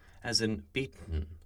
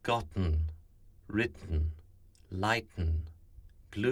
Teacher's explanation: the soft palate releases the air into the nose. The tongue stops the air at the alveolar ridge, and the sound pops into the nose. There should be no glottal stop, and there should be pressure against the tongue from the airflow that is stopped. · Term: nasal release